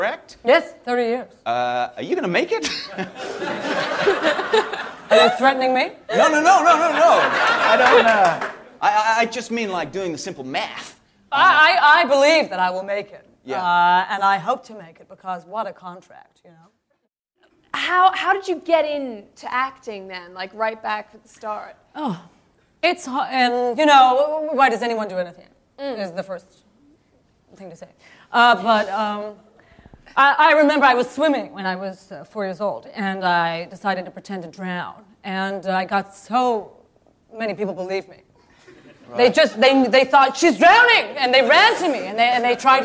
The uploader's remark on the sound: Oh and of course members of the wonderful audience too!